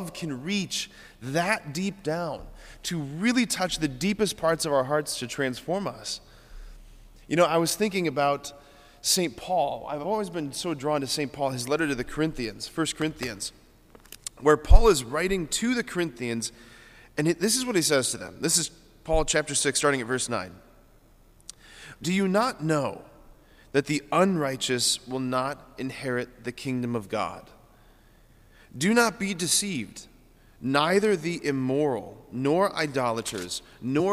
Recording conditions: large echoing room